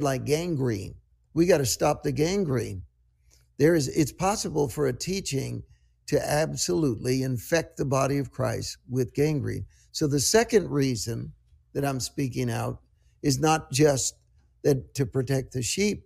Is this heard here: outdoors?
no